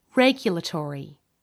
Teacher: American English speakers tend to put the stress on the first syllable